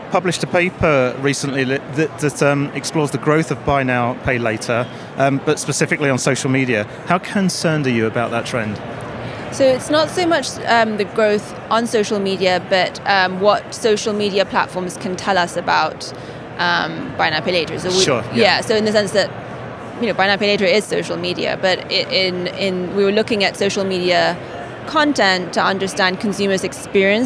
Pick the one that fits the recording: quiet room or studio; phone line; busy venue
busy venue